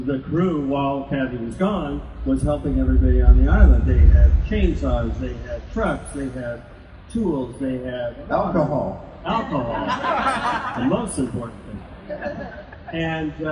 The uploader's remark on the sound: Jurassic Park 25th Anniversary Celebration at Universal Studios! We'll bring you audio from the panels and many people in attendance.